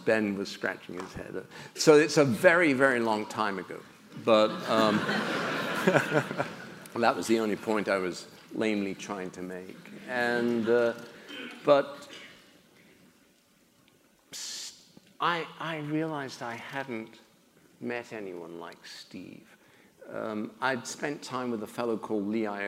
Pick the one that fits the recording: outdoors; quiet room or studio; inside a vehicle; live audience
live audience